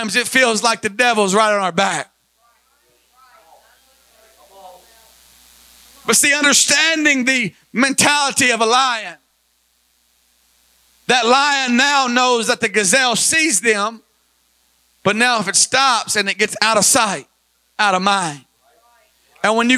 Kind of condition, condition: setting, large echoing room